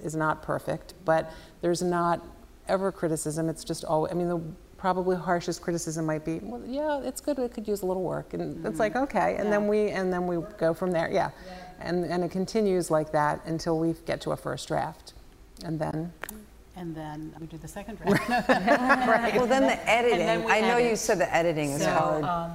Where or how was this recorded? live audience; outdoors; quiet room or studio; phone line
live audience